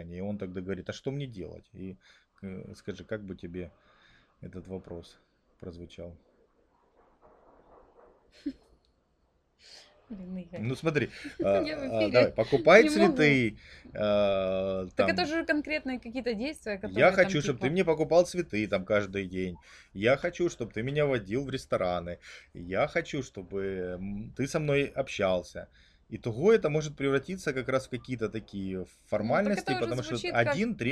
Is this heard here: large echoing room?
no